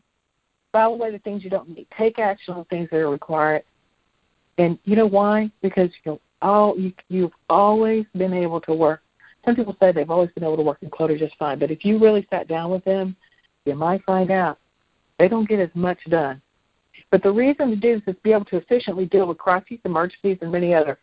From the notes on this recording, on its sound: jumped on the phone